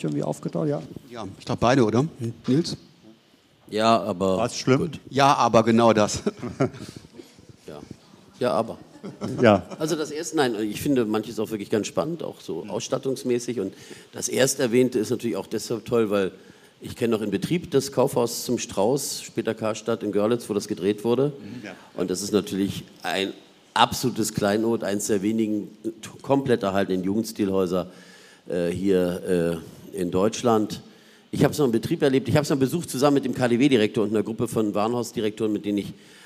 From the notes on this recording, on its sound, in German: Die als Live-Podcast in den Räumen der Zentralen Landesbibliothek stattgefunden hat.